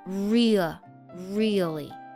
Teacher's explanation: 两个都是对的，它只不过发音的情景不一样，发 real 然后加一个舌侧音的，这是非常饱满的读法